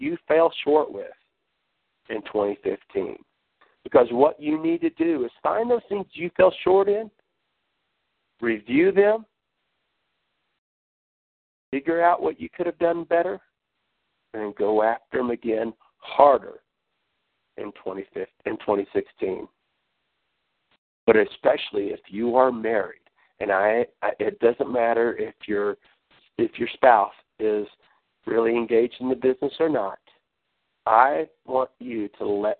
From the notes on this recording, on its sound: Team Elite Conference Call.